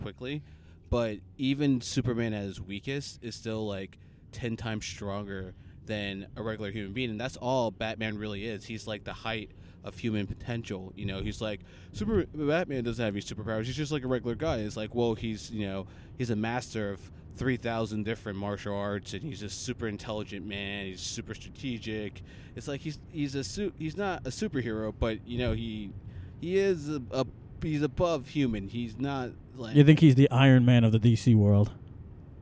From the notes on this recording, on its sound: This was an impromptu Podcast extra taped while taking a drive to a place where we need a Superhero, the Trenton, NJ Transit Train Station.